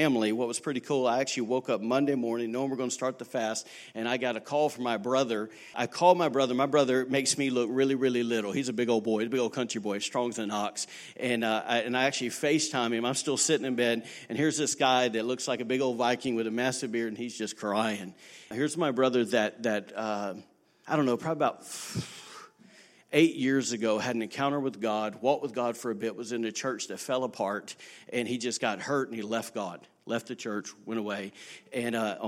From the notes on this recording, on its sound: recorded on Sunday, April 7, 2019, during service at The Anchor Church in Rockport, Maine